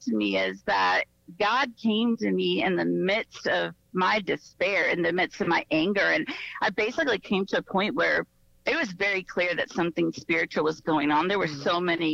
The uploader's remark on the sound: via phone call